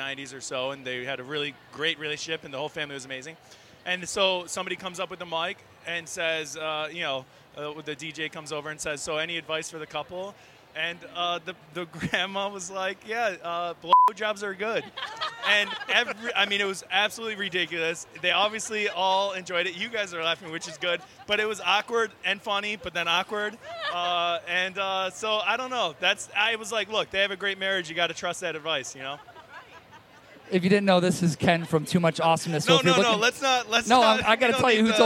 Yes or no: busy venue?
yes